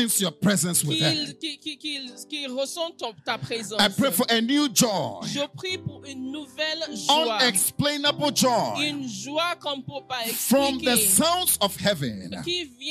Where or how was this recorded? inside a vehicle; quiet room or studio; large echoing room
large echoing room